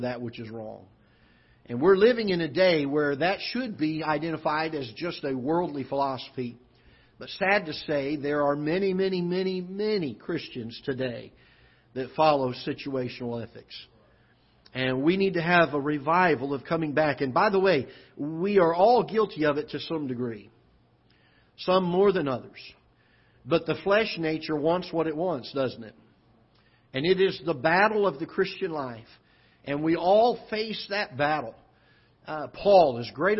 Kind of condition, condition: setting, large echoing room